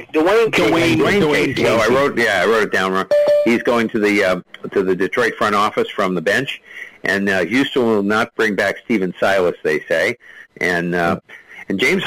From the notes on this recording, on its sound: take your live calls